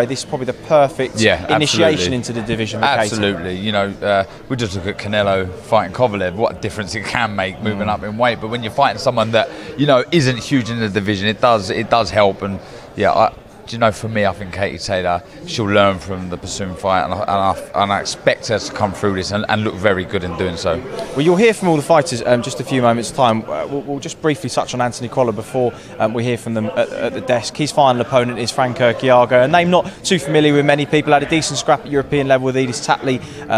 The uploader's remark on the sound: Press Conference